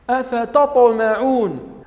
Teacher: مخرج الطاء يحدث فيه ارتجاج · Term: القلقلة